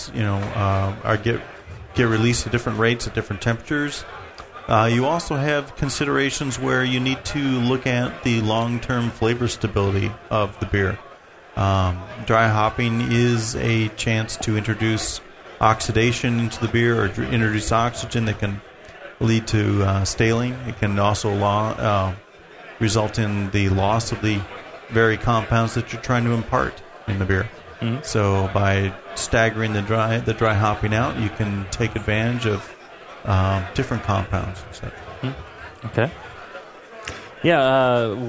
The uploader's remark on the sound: Live from the National Homebrewers Conference in Philadelphia, PA. Take live listener questions from the audience.